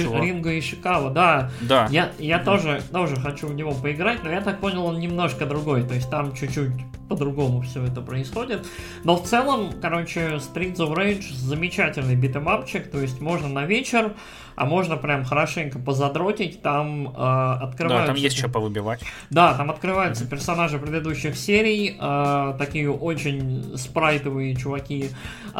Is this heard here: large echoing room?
no